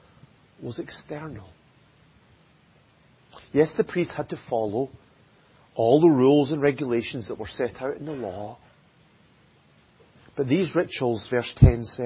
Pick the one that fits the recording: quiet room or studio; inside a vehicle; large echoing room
large echoing room